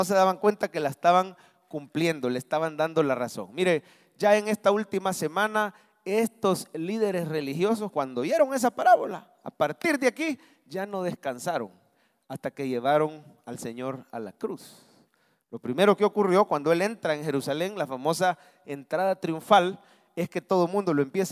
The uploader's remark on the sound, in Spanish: mensaje predicado en vivo desde el Centro Familiar de Adoración